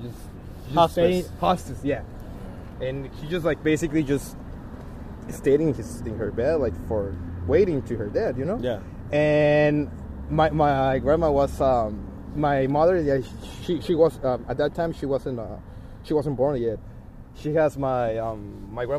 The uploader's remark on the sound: I had my digital recorder with me. We recorded this in the Tower Bar parking lot.